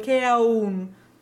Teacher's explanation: So you almost feel as though your jaw is going in a circle, K-A-U-N, because you start with a bright vowel and you go to that darker, that closed or ooh, so you go K-A-U-N.